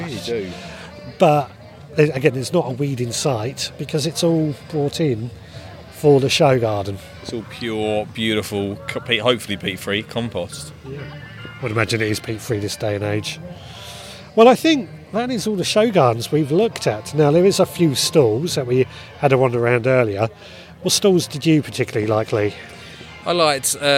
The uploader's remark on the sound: this week we record from Gardeners world spring fair